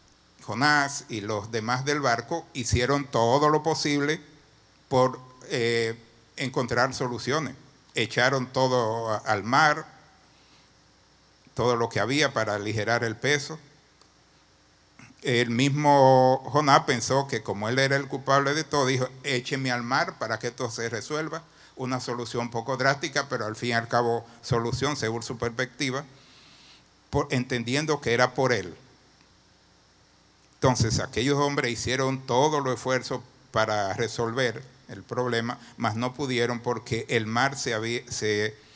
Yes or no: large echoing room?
yes